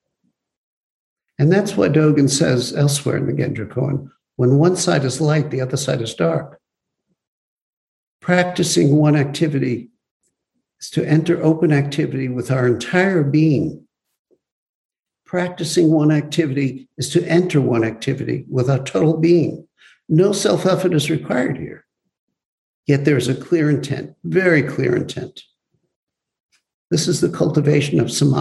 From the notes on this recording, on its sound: Zoom Broadcast